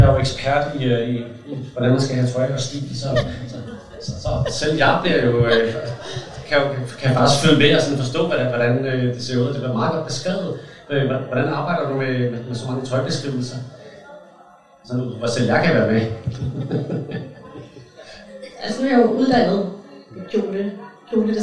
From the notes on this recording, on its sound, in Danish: Fordi det er optaget LIVE foran et publikum, er der også en smule støj i baggrunden.